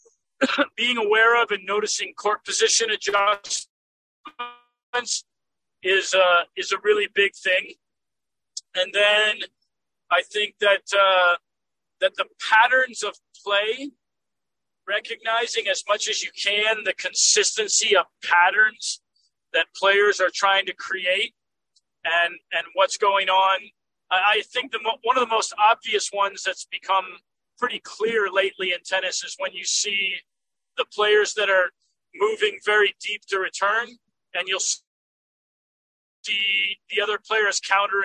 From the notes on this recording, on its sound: while the later was driving home from the Indian Wells tournament